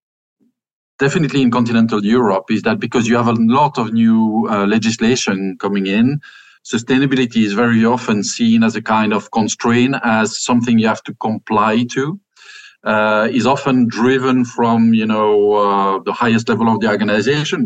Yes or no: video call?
yes